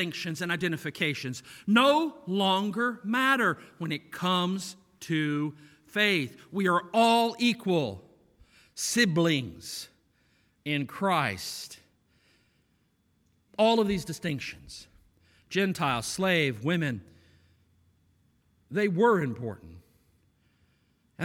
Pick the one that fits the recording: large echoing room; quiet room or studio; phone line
large echoing room